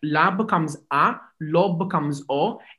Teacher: in Napoletano we just drop the L, so we just keep the last sound